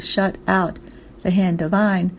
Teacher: shut out are the only words in the whole poem with two stressed syllables in a row, making them stand out dramatically, since the two stressed syllables called a spondee are surrounded by trochees.